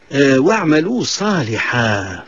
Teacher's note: واعملوا صالحا، هذه الكلمة هي محل وقوف، وقفت على هذه الكلمة ومددت صوتك بحرف الحاء · Term: مد عوض